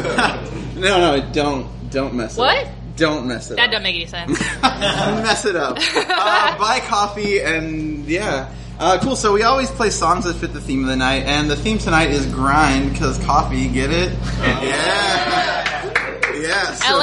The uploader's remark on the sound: Sunny Los Angeles welcomed us with open arms and packed houses, like the one at this Your Stories show we recorded at Dinosaur Coffee in Silver Lake.